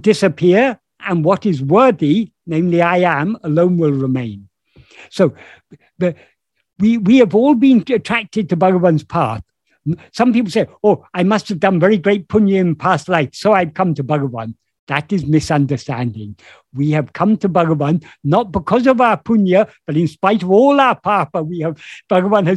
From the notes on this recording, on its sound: In a Zoom meeting of the Ramana Maharshi Foundation UK on 26th March 2022